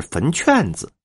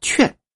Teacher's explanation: 圈要变调，劝，读去声